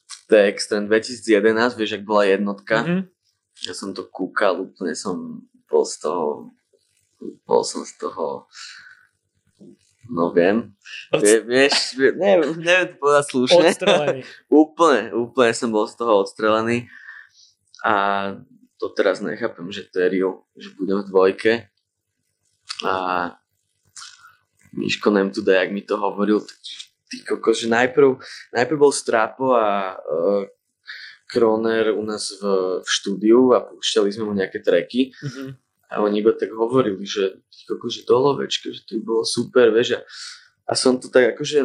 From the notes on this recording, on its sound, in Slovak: Ospravedlňujem sa za zníženú kvalitu zvuku - technické problémy zamiešali karty osudu.